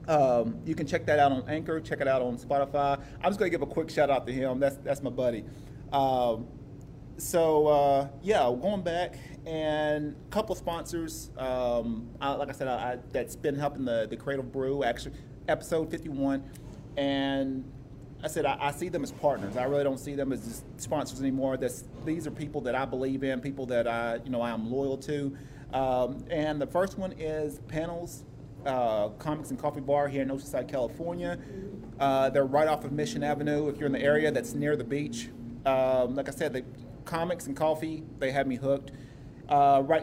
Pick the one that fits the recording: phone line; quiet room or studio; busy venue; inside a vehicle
busy venue